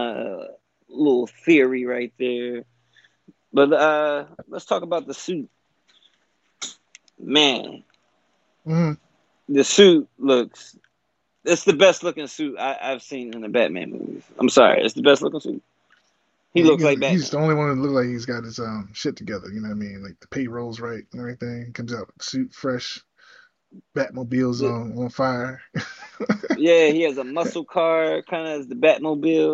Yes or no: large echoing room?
no